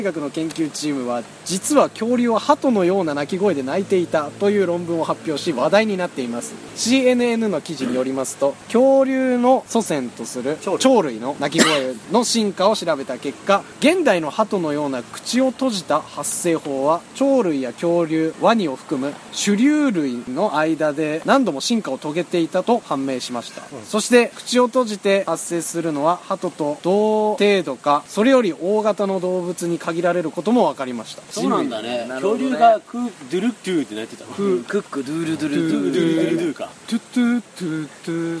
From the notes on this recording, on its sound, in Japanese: 撮影ため高尾山での収録。蝉しぐれに包まれた味のあるトークをご堪能ください。